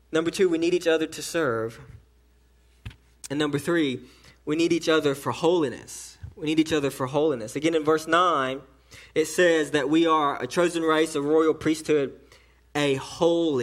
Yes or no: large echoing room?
yes